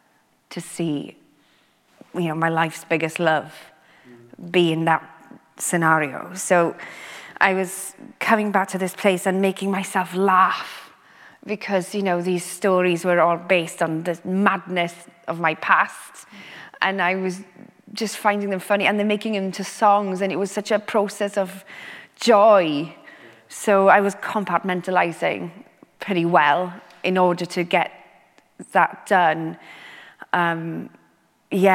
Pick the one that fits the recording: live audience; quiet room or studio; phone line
live audience